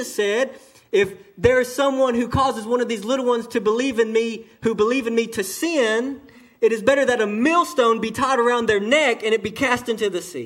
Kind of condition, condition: setting, large echoing room